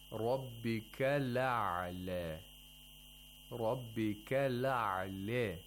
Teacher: imala means it comes from mail, which means making the fatha inclined toward kasra